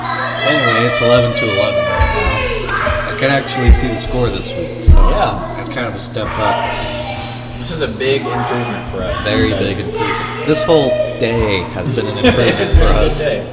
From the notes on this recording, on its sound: The kids are children of players and they play while their parents are on the court so there isn't much we can do. Enjoy getting that real-life, kids screaming in the background feel of being at a live volleyball game.